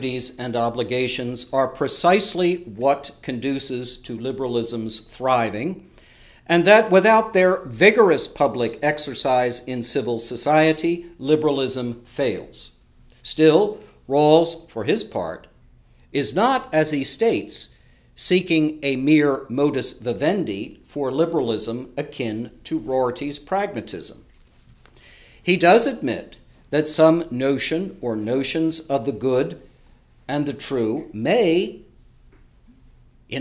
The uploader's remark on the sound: Delivered this lecture on April 19, 2018 at the University of Chicago.